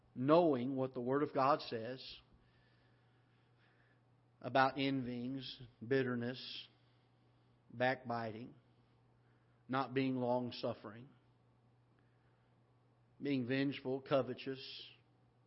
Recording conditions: large echoing room